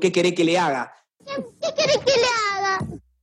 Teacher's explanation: Sin pronunciar una sola S.